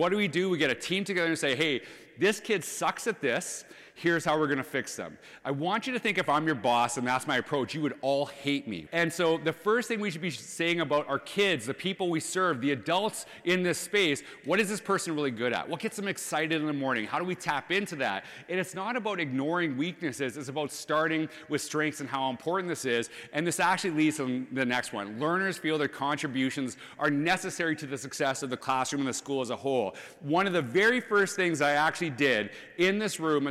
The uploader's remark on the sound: This is a clip from the #FACTS2023 National Conference in Orlando, Florida